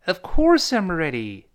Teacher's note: of course I'm ready. Ofcourse，连读变的 of course of 轻读一带而过，course 重读。那先发 o，再勾舌，course of course I'mready。注意 ready 还是勾舌头那个 r，最后一收口型回来